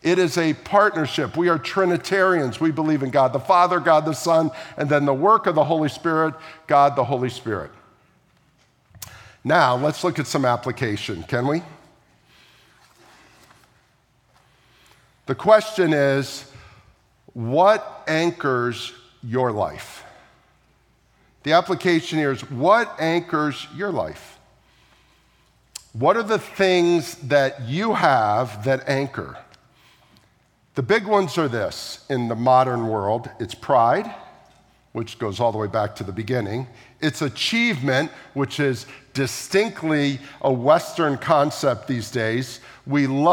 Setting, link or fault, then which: setting, large echoing room